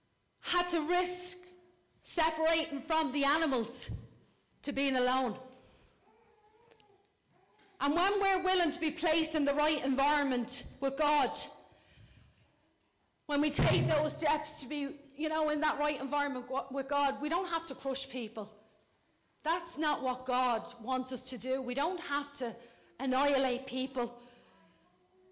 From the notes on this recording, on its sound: Recorded live at Liberty Church on 5th January 2020